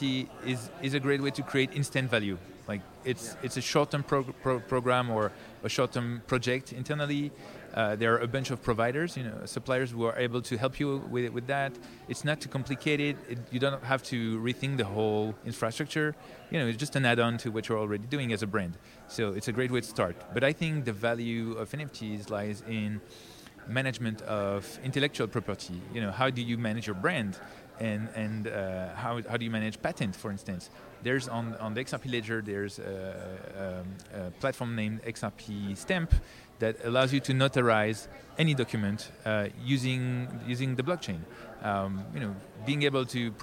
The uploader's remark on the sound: Conducted at the Consensus 2023 Conference in Austin.